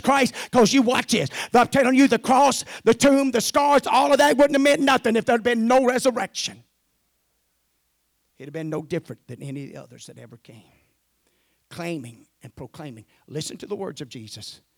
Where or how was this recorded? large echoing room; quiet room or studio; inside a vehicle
large echoing room